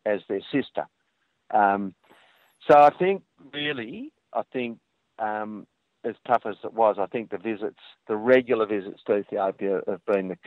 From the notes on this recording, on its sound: I speak on the phone. Comes into the studio.